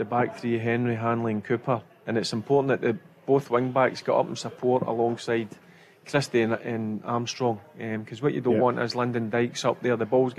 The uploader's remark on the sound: Live from The Radisson Red in Glasgow on The Go Radio Football Show.